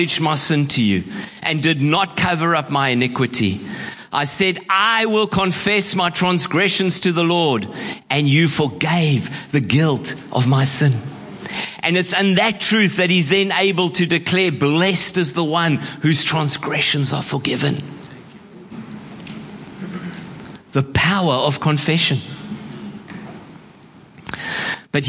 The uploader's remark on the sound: Preached at Horsham Downs on 11/02/24